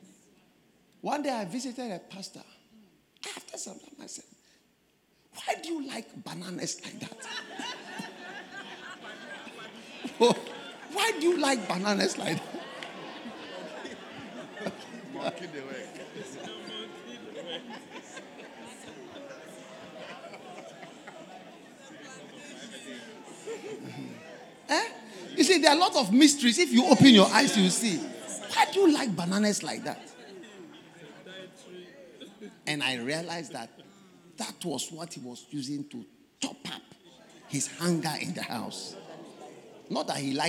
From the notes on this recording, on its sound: Preached at the First Love Centre, Accra - Ghana